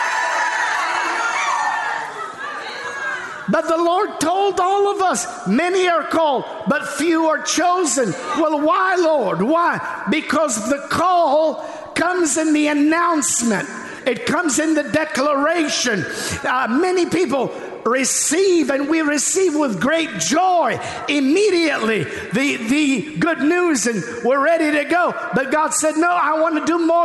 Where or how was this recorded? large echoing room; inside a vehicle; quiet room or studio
large echoing room